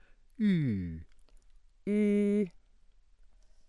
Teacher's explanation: Close front rounded, cardinal nine